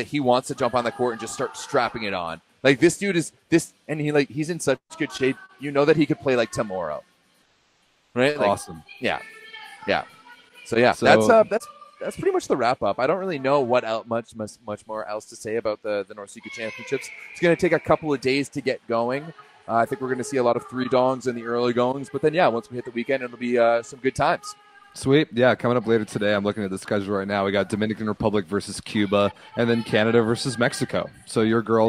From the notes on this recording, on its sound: LIVE FROM QUEBEC CITY. Joins us live from the Women's NORCECA Championship in Quebec City.